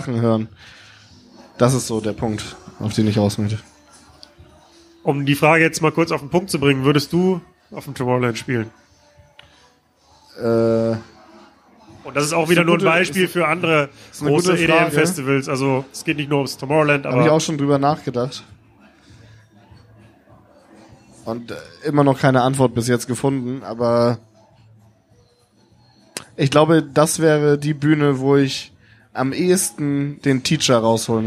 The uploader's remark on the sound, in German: Ich war in diesem Jahr wieder zu Gast auf dem Woderkant Festival im Rahmen der Kieler Woche. Und dort habe ich mich auf der Bühne.